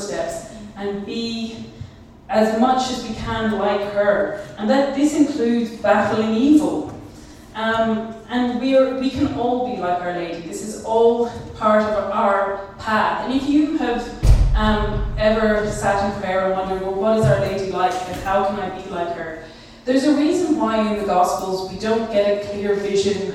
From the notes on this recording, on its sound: Youth 2000 Talk. This bonus episode is the recording of a talk I gave over this summer for the Youth 2000 summer festival on Catholic womanhood.